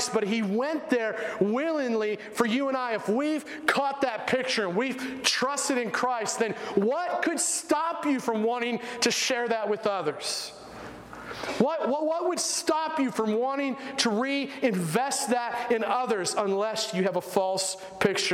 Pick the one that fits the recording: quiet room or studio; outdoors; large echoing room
large echoing room